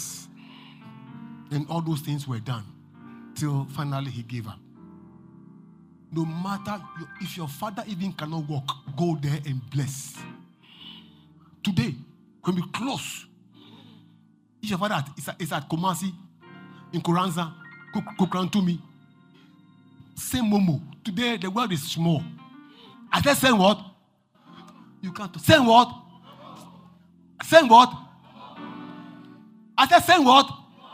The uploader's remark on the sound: Preached at LCC Goshen